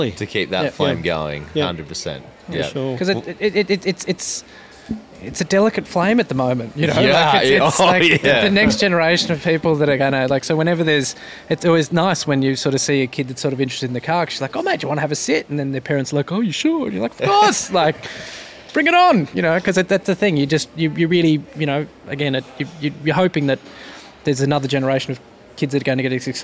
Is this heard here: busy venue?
yes